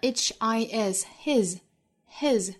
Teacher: his 尾部也应该是浊音，虽然是一个字母 S